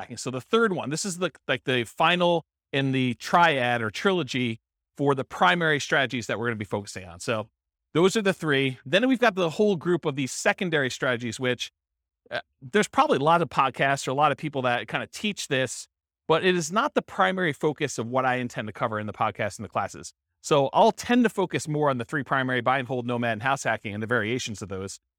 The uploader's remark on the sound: This was a live class recorded.